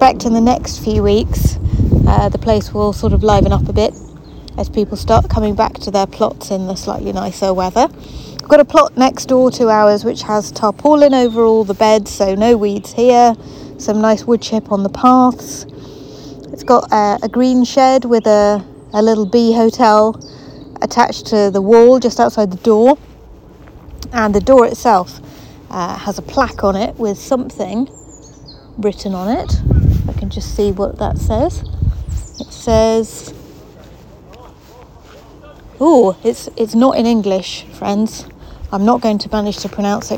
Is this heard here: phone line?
no